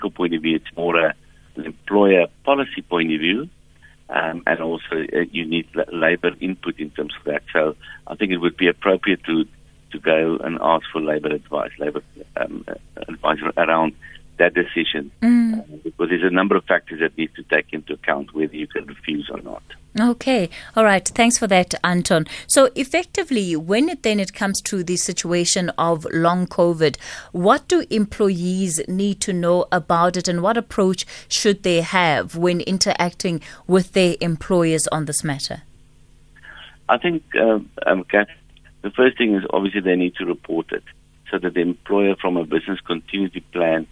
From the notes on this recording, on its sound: we are joined on the line